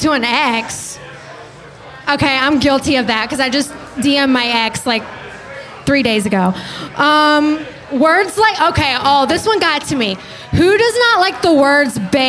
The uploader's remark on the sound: Goes live from Biergarten in Boca Raton, Florida. Went live solo at the bar here in Florida.